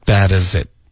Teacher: bad as 的这个 z 跟 it 要连读。Bad as it. It 的特省略